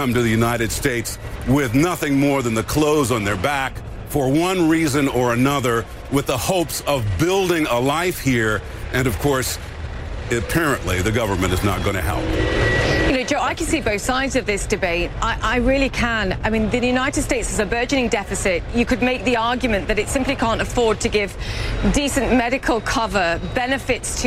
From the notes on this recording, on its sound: live from the New York Stock Exchange